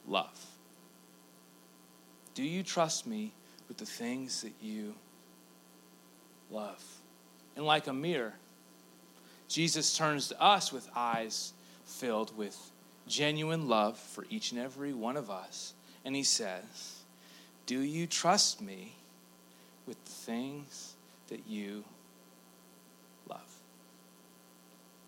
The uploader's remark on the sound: A Collection of Talks. Recorded Live at Engage Church.